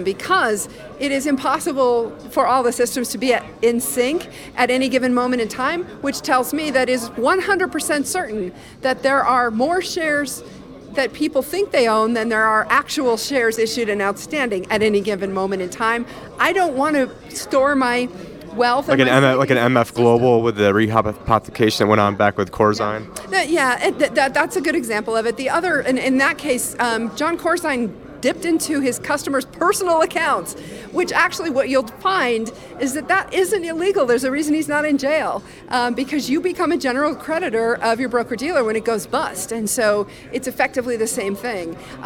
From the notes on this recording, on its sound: This is an episode that never aired. This is from the Coin Agenda Conference.